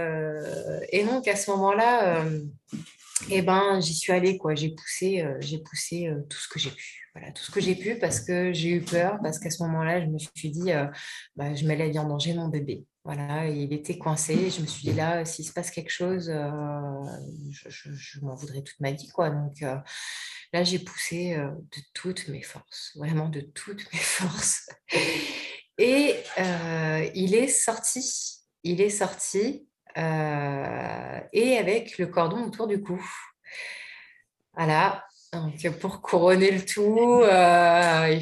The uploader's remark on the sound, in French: Vous remarquerez peut-être quelques faux raccords lors de l'épisode. Nous avons enregistré en plein Mercure rétrograde, un soir et le internet n'était pas très amical avec nous !